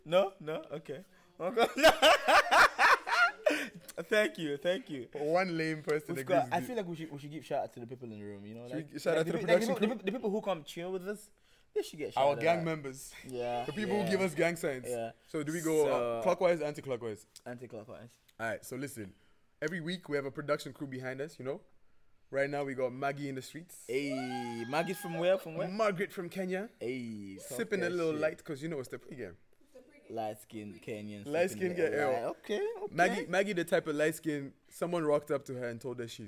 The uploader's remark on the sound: CAUTION Loud-ish Podcast.